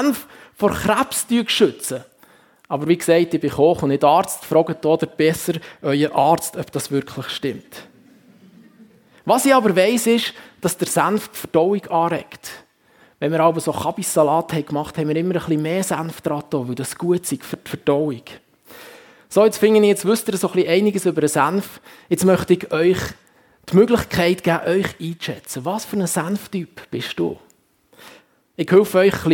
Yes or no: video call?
no